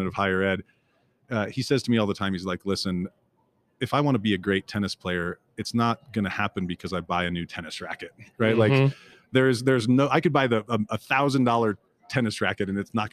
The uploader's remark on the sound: recorded LIVE & in-person at the Ellucian LIVE Conference 2022